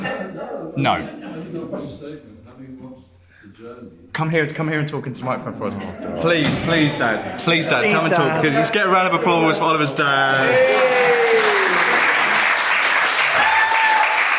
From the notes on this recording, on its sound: We meet within his debut exhibition at TKE Studios, Margate - the artist studio complex and gallery founded by Tracey Emin. Recorded in front of an intimate audience of art lovers, Margate family and friends.